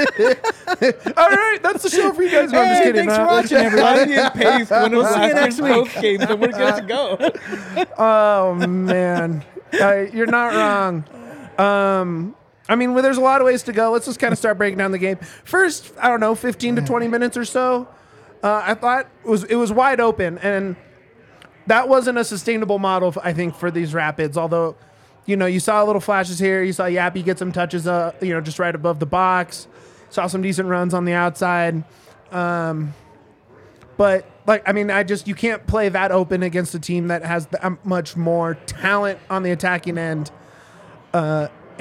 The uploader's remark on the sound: LIVE from the DNVR Bar